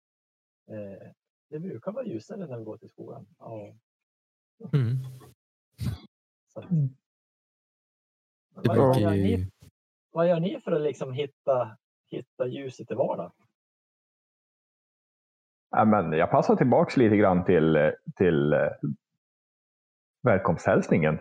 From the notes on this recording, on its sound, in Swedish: På distans över discord. Vi ber om överseende med ljudkvaliteten.